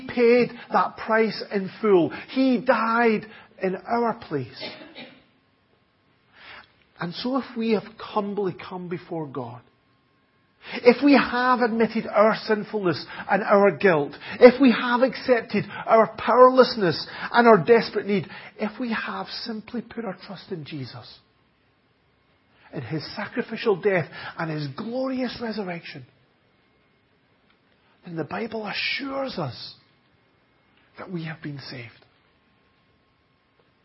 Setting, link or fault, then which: setting, large echoing room